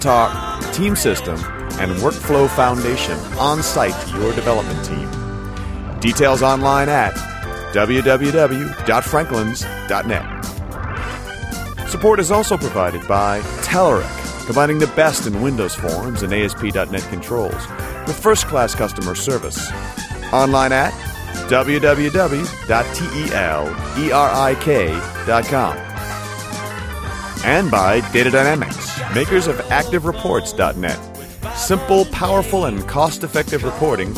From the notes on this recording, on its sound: live from Dev Connections in Las Vegas